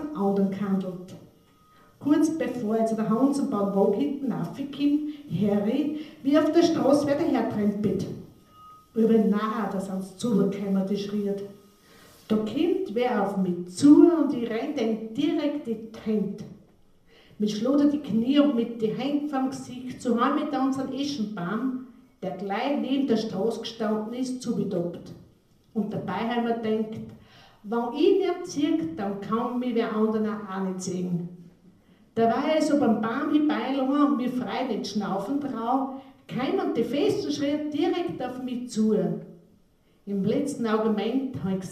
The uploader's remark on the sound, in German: Sie hören in diesem Beitrag selbstverfasste Texte von AutorInnen des Stelzhamerbundes Bezirk Freistadt. Die Aufnahme entstanden bei einer öffentlichen Lesung.